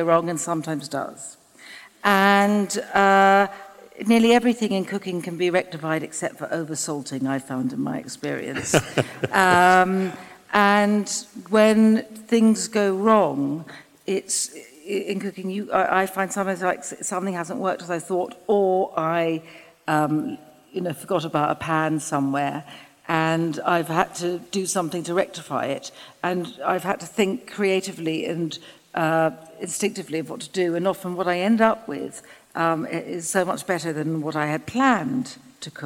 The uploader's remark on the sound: In front of a live audience, for an event by our friends at The School of Life.